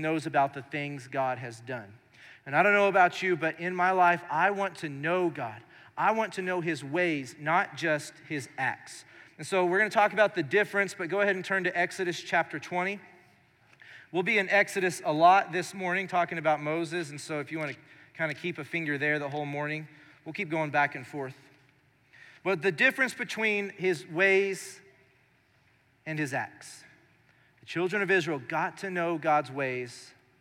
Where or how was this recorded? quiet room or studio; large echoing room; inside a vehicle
large echoing room